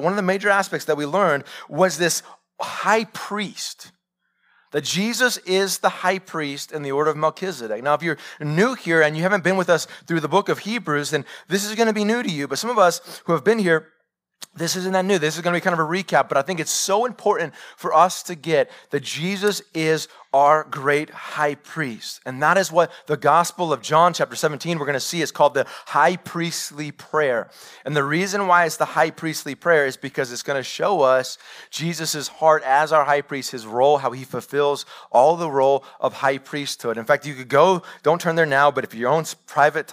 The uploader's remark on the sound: Live sermon recorded 21-Mar-2021 .